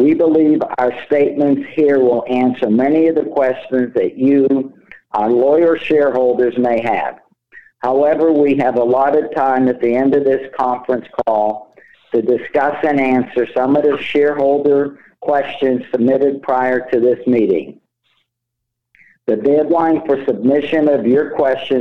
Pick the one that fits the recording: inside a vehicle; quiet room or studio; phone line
phone line